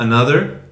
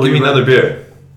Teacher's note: sometimes we drop or shorten, reduce, the schwa sound when it's at the beginning of a word.